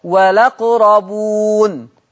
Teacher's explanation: نقلنا فتحة الهمزة وديناها للام · Term: النقل